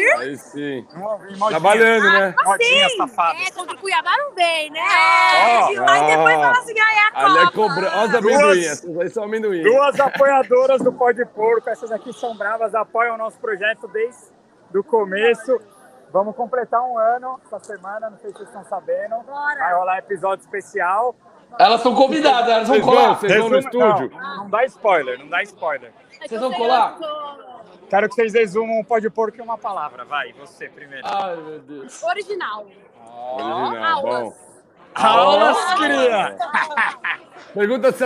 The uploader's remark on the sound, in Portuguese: DIRETO DO ALLIANZ PARQUE!